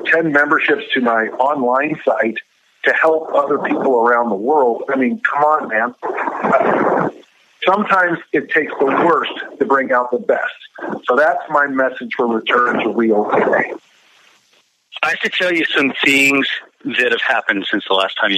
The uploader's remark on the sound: via phone